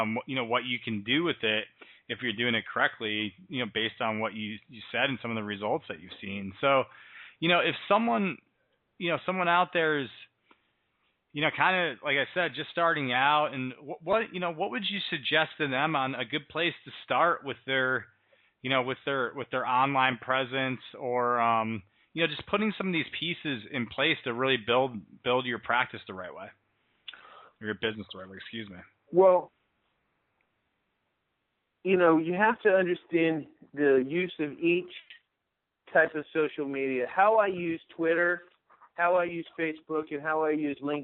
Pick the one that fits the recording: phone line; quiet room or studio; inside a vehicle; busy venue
phone line